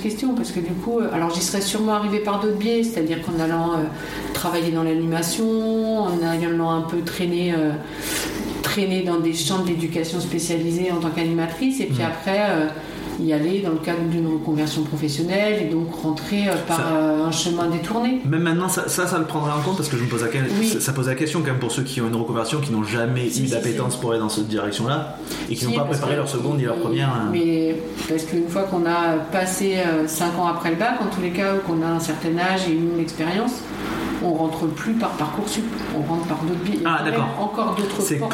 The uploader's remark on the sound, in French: Le bruit en fond est le souffle d'une chaufferie. Je réfléchis encore à la manière d'améliorer les conditions d'enregistrement.